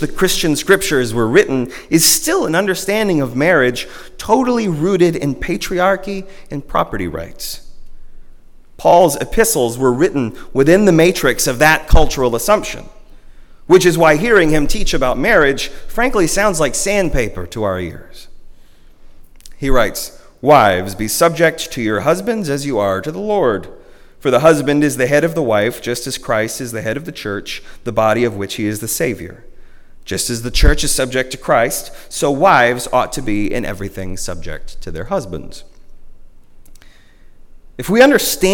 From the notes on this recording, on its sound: At Northminster Church on March 1, 2020 - the First Sunday of Lent.